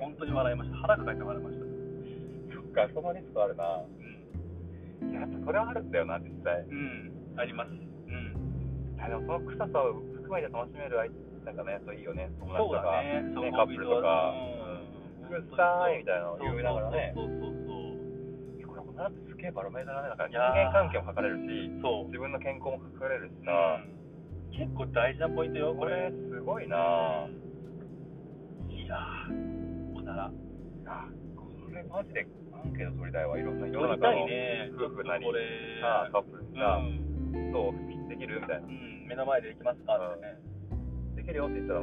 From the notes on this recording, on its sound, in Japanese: 熊本車中収録シリーズ最終回